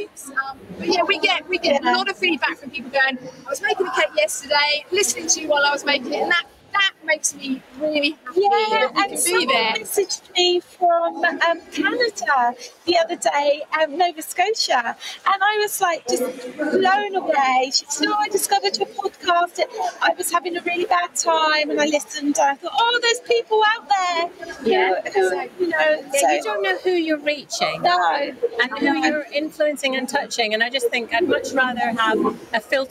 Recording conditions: busy venue